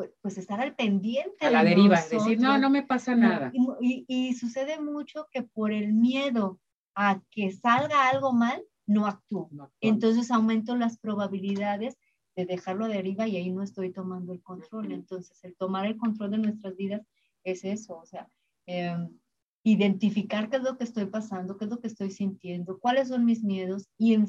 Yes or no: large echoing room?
no